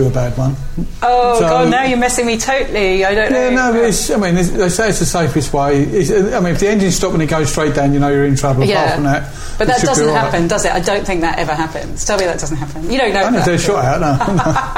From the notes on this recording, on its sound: mutual local pub, Blackheath’s The Royal Standard